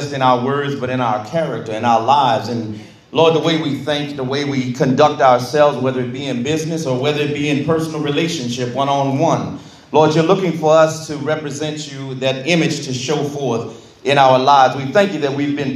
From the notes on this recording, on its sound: This bible study was recorded in the sanctuary of True Vine Missionary Baptist Church.